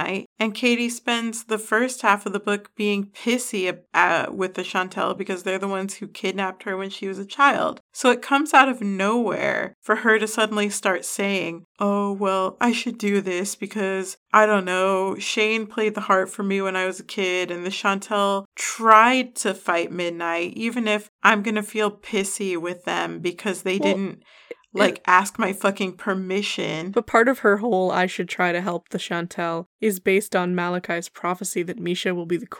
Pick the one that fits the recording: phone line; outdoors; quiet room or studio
quiet room or studio